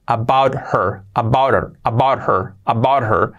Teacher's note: esa T se convierte en una R suave porque va con la siguiente, pues, la siguiente palabra, her, about her, about her, about her, about her.